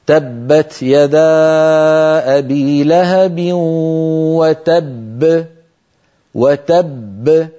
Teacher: بينما الحرف المدغم مثلا تبت يدا أبي لهب وتب، الباء الأولى المدغمة تخرج بالتصادم كغيرها من الحروف، وتب، لما أقول تبت يدا أبي لهب وتب أنطق باءين، الباء الأولى مدغمة والباء الثانية مقلقلة